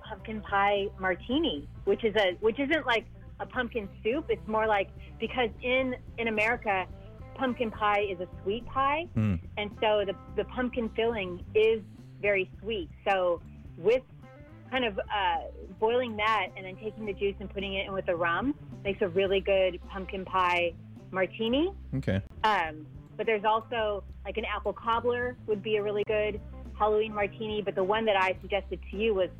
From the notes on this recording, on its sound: jump on the phone